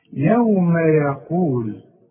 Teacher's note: القاف عليها ايه؟ ضمة. يبقى المد بتاعها يلزمه ايه؟ واو. يبقى تمدها قد ايه؟ حركتين، لا تزيد ولا تنقص عن حركتين. · Term: مد طبيعي